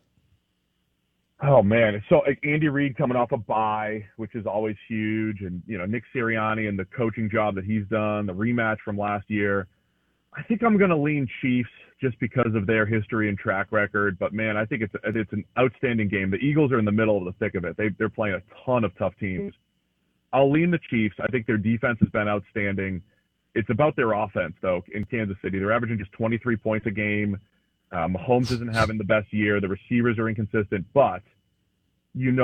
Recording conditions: phone line